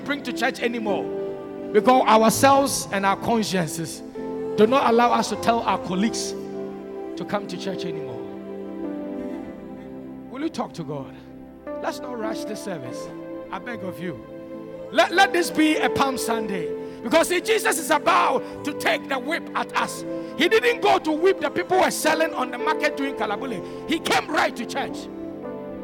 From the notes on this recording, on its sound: Sermon preached at CBC Shiashie Campus